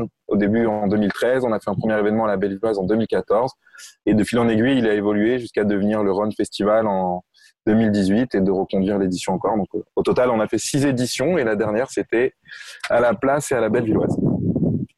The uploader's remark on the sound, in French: Enregistré à distance